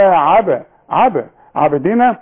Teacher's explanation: اقفل شفايفي وافتحها على طول تحصل القلقلة · Term: قلقلة الباء